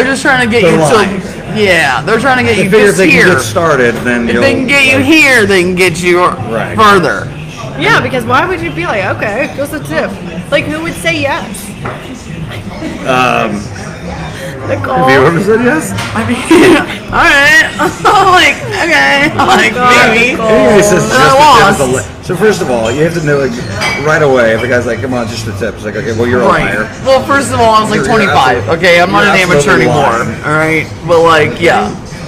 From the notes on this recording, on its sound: We are live at Zola's